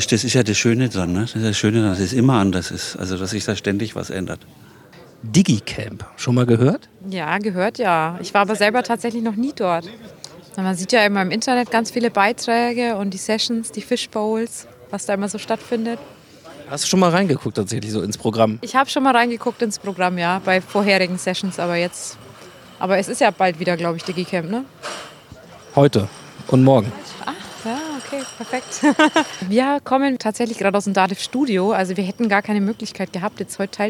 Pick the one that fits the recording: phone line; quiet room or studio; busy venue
busy venue